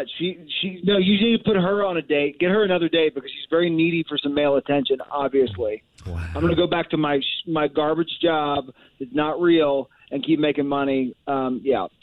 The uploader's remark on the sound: A Pass The Phone Prank